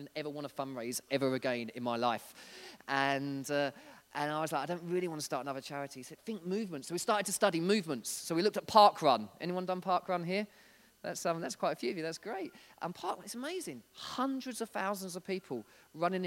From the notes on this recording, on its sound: This was recorded at Skylark Church on 3rd November 2019.